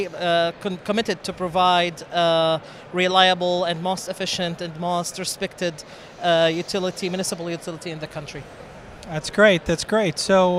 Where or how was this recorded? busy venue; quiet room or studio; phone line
busy venue